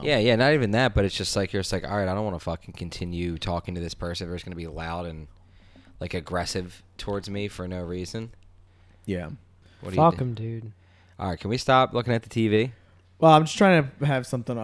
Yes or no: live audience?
no